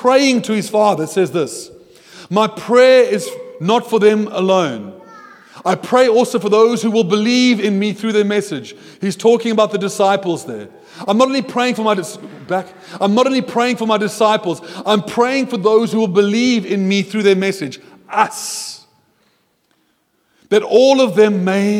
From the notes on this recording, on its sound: at Joshua Generation Church Milnerton congregation